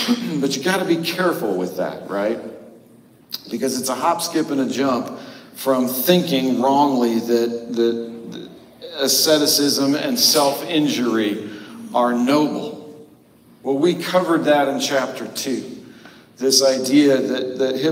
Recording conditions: echo